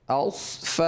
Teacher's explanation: آپ نے آگے پڑھا مقرنین فی الاسفا، فا نہیں فا، اسفا، اوسفا، اوسفا، پھر آخر میں دال کا کلکلا